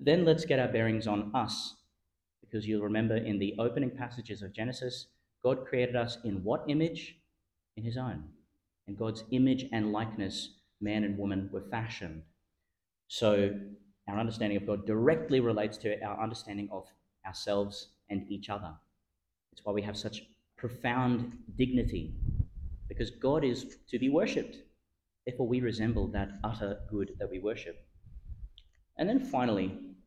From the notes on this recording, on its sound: delivered (at the evening Mass) in Our Lady Star of the Sea Catholic Church, Gladstone, Qld.